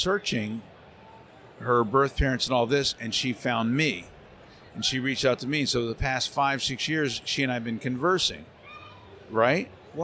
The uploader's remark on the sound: Recorded on location from Twin Cities Con inside the Minneapolis Convention Center.